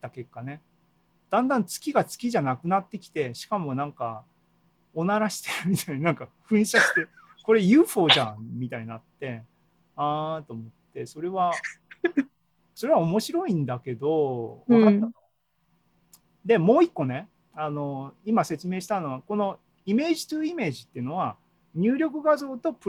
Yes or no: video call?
yes